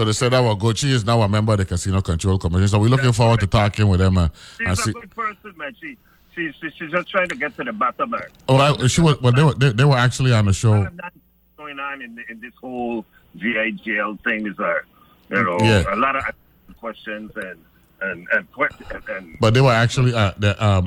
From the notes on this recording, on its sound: Joined on the phone.